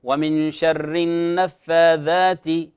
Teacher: يقرأ كأنه يحول الثاء إلى ذال